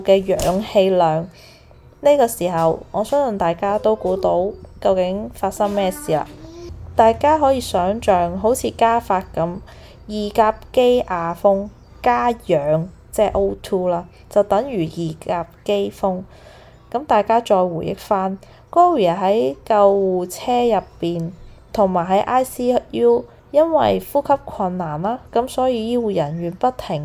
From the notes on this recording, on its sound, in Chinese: 這一集比較多背景聲，因為在旅行途中房間錄製，小朋友都在旁邊，比較多環境音，非常抱歉。